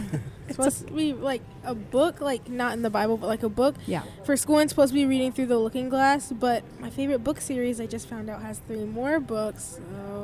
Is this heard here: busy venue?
yes